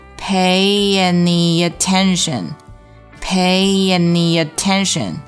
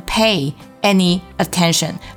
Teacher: 三个单词要全部连起来，中间用一个很轻很快的 y 去过渡 · Shown in: first take